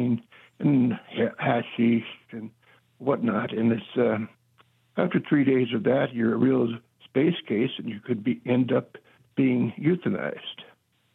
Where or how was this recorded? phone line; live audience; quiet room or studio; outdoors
phone line